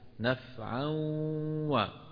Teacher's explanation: بتطلع صوتين واو من الشفتين وغنة من الخيشوم لأنه هذا إدغام بغنة